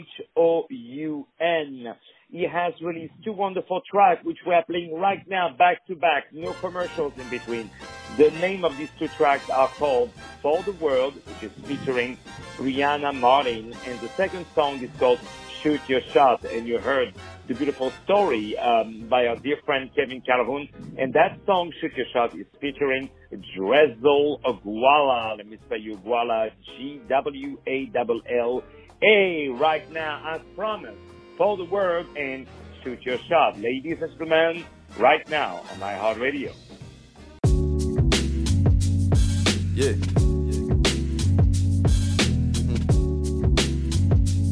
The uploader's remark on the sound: On the phone